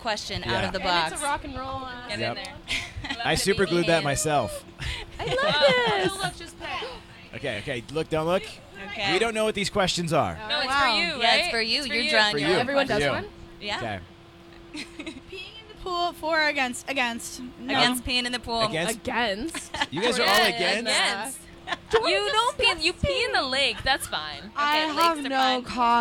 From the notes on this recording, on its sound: The Mix is live backstage at Lollapalooza 2023! The band stopped by The Mix tent backstage at Lolla.